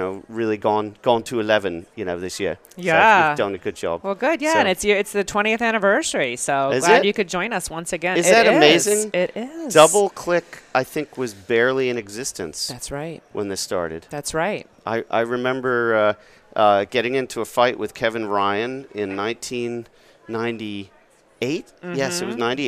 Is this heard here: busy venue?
yes